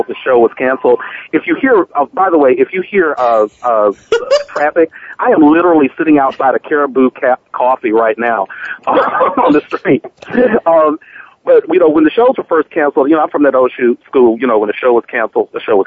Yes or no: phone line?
yes